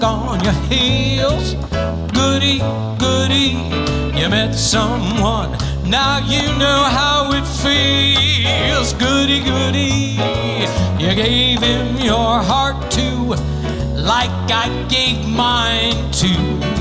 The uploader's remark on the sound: Live at the South Point Casino.